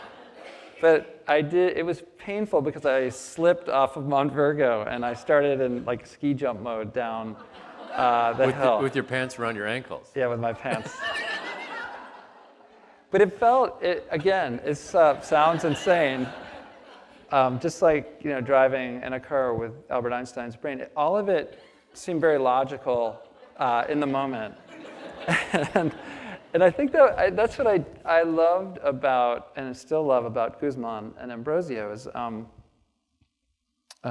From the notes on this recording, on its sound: on the stage of the Traverse City Opera House